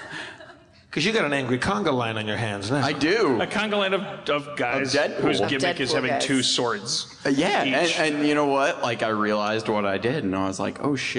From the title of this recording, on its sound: LIVE in San Diego 2016 (During A Comic Book Convention)